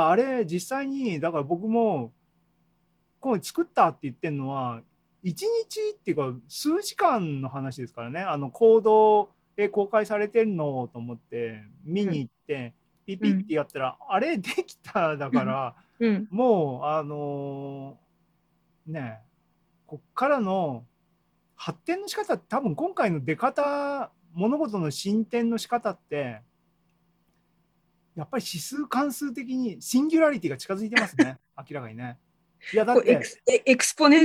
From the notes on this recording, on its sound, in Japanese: ZOOMライブの模様です